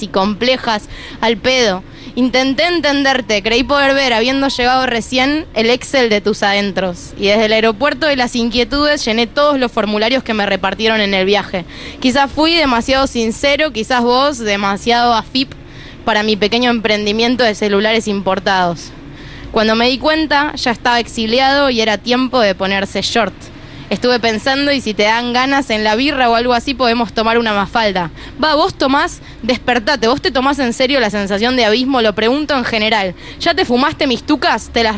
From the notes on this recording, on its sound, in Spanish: En vivo en la terraza de Yunta